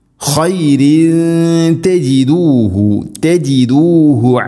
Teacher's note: തൻവീന് ശേഷം ത ഇഖ്ഫാ ബിഗുന്ന അവ്യക്തമാക്കി മണിക്കണം.